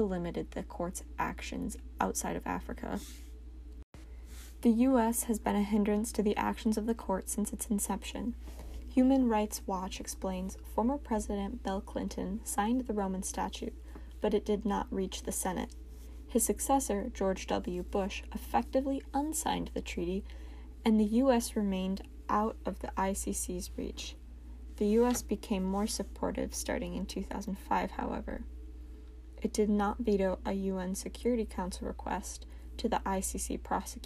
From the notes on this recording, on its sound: I tried recording this one on my phone in hopes the audio would be clearer.